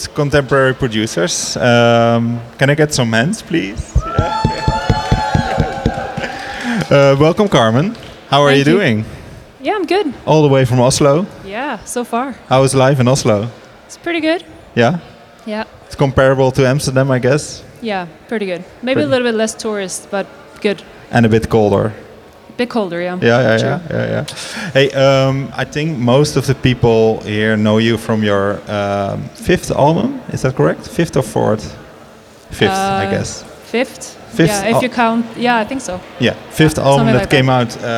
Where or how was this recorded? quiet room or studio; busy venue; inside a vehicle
busy venue